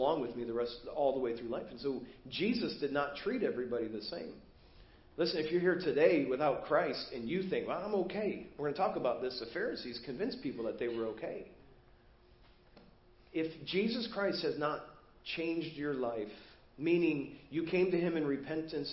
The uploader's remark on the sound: Preached at First Baptist Church of Hazel Park.